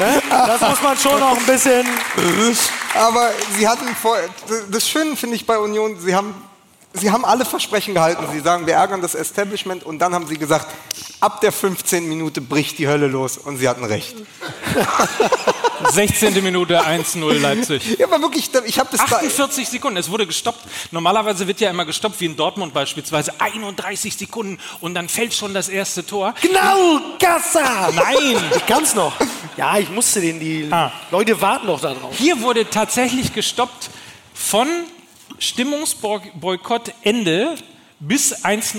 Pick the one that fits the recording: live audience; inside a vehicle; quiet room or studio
live audience